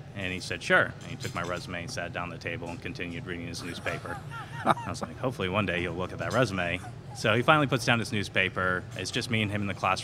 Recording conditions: busy venue